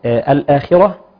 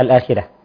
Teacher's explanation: الراء هنا مفخمة، تمام، منهم برضو من يقرأها مرققة · Shown in: first take